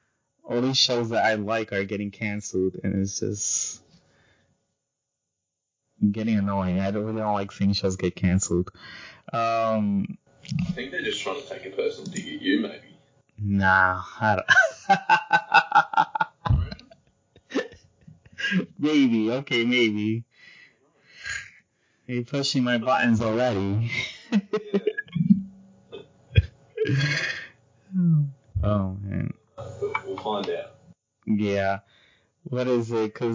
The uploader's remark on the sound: Excuse amateur recording, it's been a while and I forgot a few things.